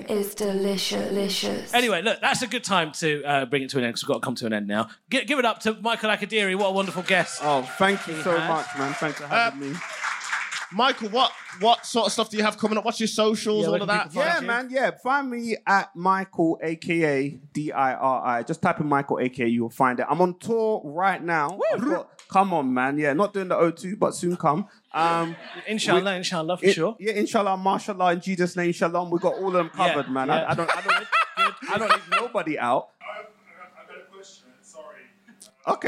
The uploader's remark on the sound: Live in London. This episode was recorded LIVE at Just for Laughs London.